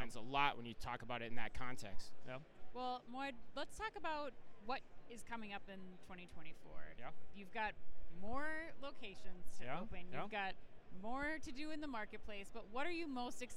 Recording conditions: busy venue